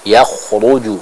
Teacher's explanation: Kita membaca huruf kha dengan tebal